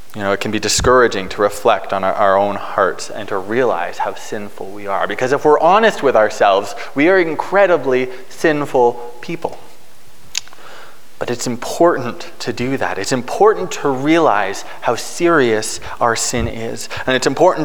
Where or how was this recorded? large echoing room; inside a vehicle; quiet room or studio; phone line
large echoing room